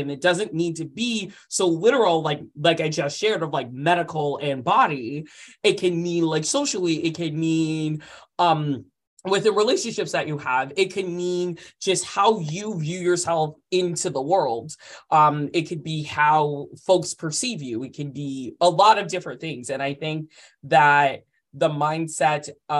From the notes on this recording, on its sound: This episode is the recording from that live webinar. 6th annual Transgender Justice Teach-In.